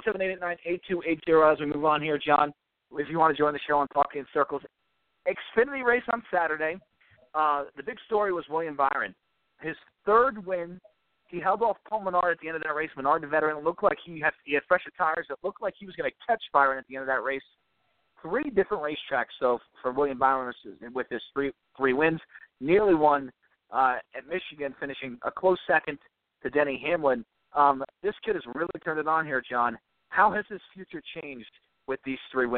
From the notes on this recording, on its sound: we'll take some phone calls